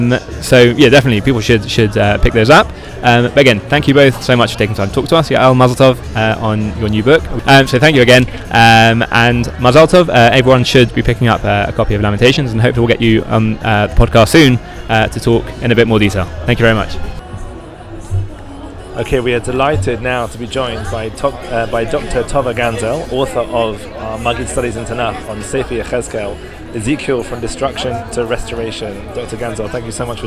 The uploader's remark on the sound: LIVE from Shavua HaSefer in Jerusalem